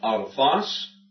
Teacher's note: with the accent on the ultimate